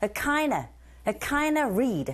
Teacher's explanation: 전치사 of라는 소리 뒤에 V음 소리가 뒤에 나오는 R라는 자음을 만났을 땐 V의 사운드 자체가 약화됩니다. 그래서 우리 귀에 들려지는 소리는 a kind of read 이렇게 들리게 되고요.